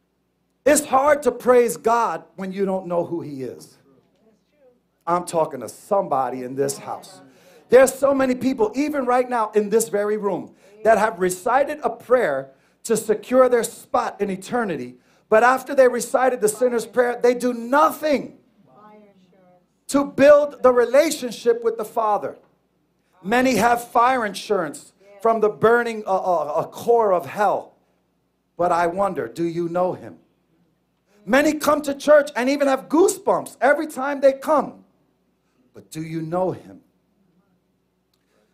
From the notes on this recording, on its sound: Here is our Final Message delivered at our church located at 11 Certified Dr., Middletown, NY 10940.